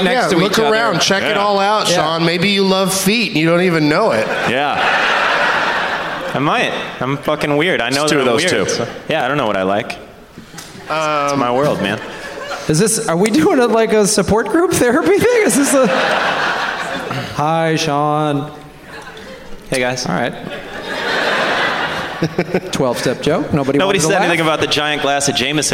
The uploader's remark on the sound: Live from The Woman's Club of Minneapolis